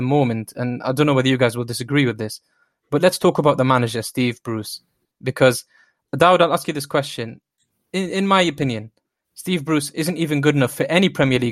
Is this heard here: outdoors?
no